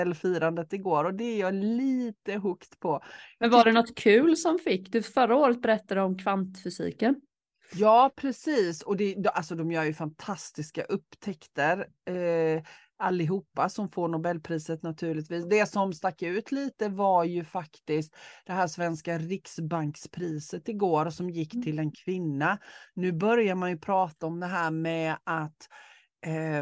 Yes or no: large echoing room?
no